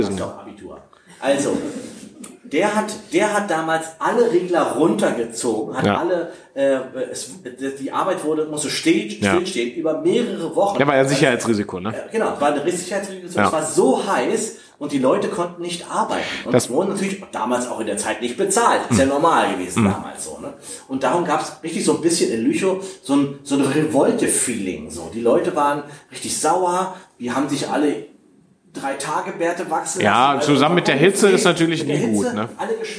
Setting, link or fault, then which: setting, live audience